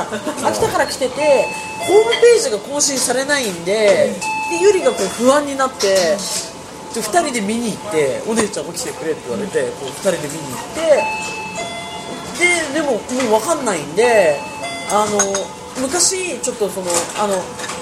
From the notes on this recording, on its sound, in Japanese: 三十路と四十路のまったり人生訓トークin日高屋。まったり大人呑みトーク。雑音混じり。